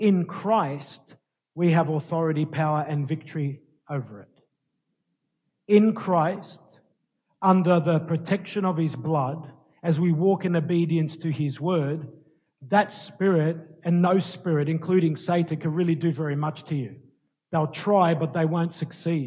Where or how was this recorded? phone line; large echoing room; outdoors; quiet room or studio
large echoing room